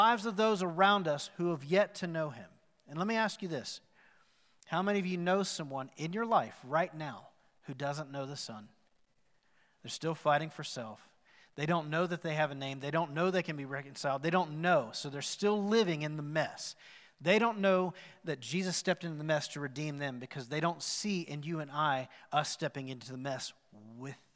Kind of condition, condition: setting, large echoing room